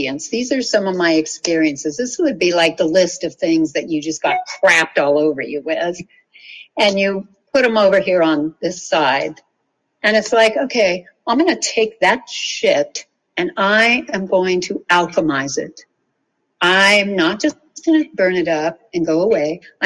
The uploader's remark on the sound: Live Webinar